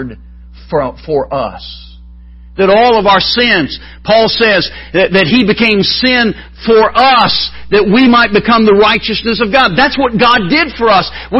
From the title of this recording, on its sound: MBC Spiritual Renewal Service Morning Service